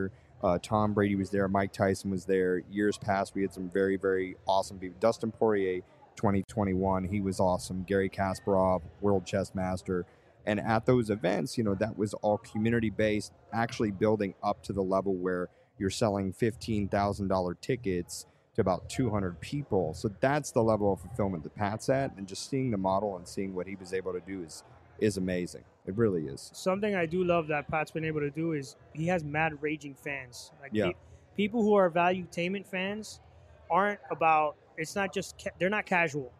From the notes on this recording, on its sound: Recorded during a special event during Art Basel Miami, we come to you from The Museum of Grafitti. In a special collaboration with Nucleus hub.